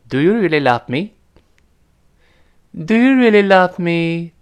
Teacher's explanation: 但是最后那个都是往上升的这么一个调儿，不能往下降